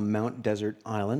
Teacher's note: the name of your island should be pronounced with the emphasis on the first syllable